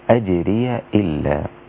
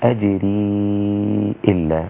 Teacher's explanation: حفص بالفتح أجري إلا على الله والباقون ومعهم شعبة بإسكان الياء، فعند فتح الياء فلا يكون هناك مد لأنها ستكون ياء مفتوحة · Shown in: first take